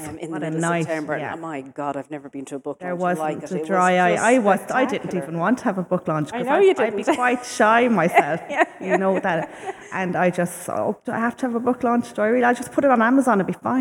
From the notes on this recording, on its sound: LIVE FROM Quin Community Centre